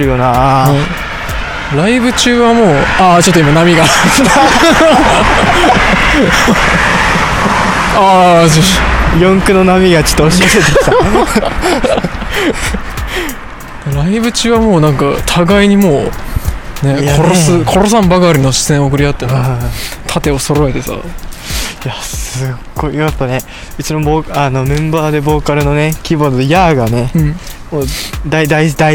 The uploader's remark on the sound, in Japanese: 深夜に歩きながら収録